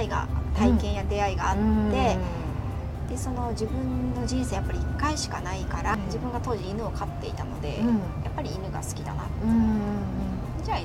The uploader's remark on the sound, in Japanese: リアルコラボ収録。野外収録のため音量調整お願いいたします。